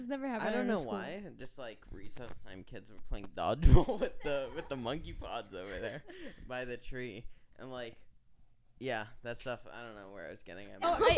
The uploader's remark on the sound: Please excuse our mic levels, we were all very excited.